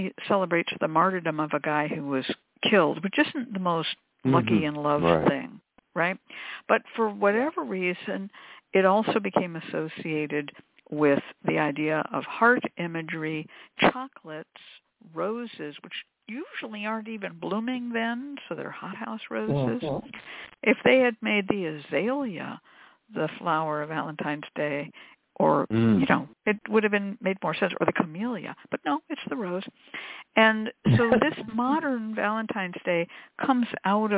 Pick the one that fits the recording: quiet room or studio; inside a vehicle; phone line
phone line